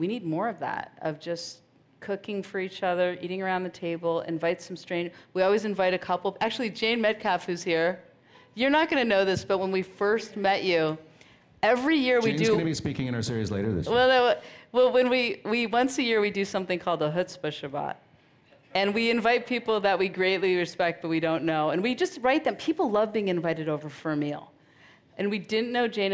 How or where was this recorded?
busy venue